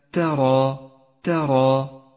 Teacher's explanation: المثال التالي لاحظ الألف في كلمة ترى، ترى، لاحظ أنها حرف مفخم في هذا الموضع لأنها سبقت بحرف مفخم وهو الراء، فخمت الراء لأنها مفتوحة، والألف تتبع ما قبلها في التفخيم والترقيق، الراء مفخمة فالألف التي بعدها مفخمة أيضا